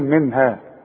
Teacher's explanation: نون بعدها هي والهي من حروف الاظهار، يبقى مش هغن، هقول منها خلاص.